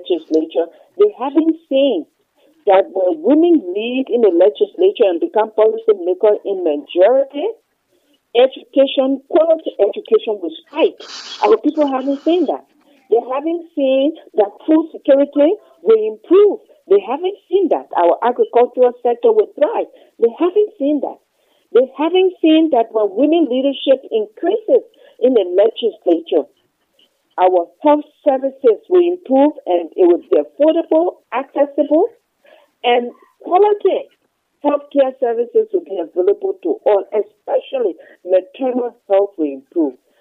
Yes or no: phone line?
yes